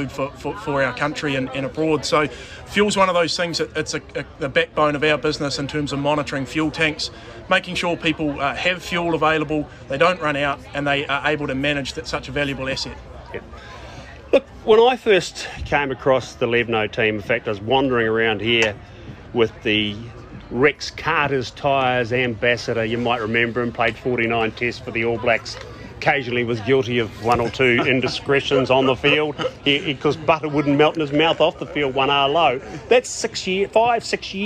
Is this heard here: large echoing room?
no